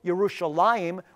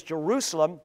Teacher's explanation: over time, the Yah sound became a J sound, as I indicated is in the case with Yerushalayim, which is the correct way to say Jerusalem, versus Jerusalem.